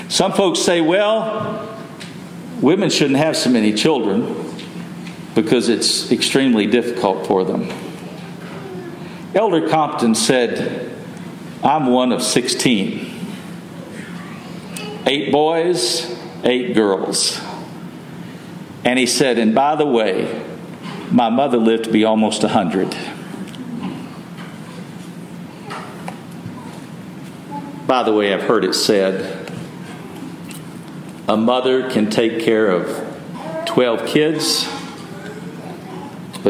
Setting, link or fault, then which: setting, large echoing room